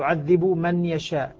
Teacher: نعم يسكن الباء ويدغمها · Term: الإدغام الصغير